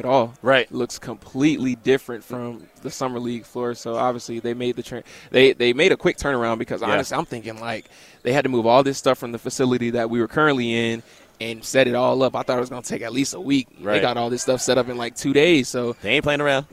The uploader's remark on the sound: LIVE FROM SLAMBALL!